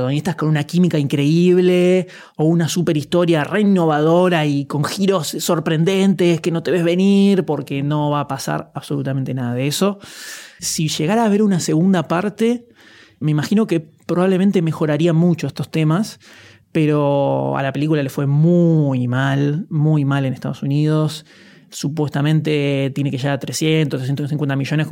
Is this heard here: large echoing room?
no